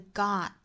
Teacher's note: 注意元音上下开口读更松更开的 got gotta you've gotta you've gotta 也可以不谈啊，就是分开来读。